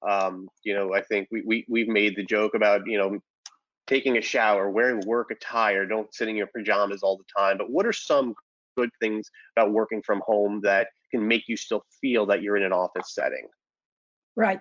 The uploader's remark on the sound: Part 3 of CoSIDA's Listening and Leading webinar series presented by Capital One